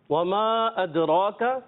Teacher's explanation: ادراک میں دال میں کلکلا ادا کریں را کو پر کرنا ہے · ادراک وما میں حرف مدہ ایک الف کھینچیں گے اور ادراک اب حمزہ دوسرے کلمے میں آنے کی وجہ سے یہاں مد ہوئی اس کو مد منفصل کہتے ہیں اس کو ہم دو ڈھائی الف لمبا کر کے پڑھیں گے